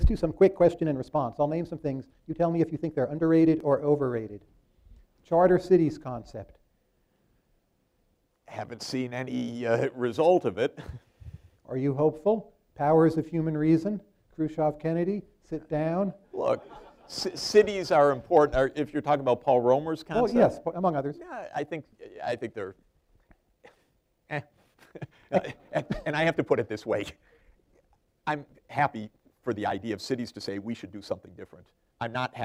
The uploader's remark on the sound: Live at Mason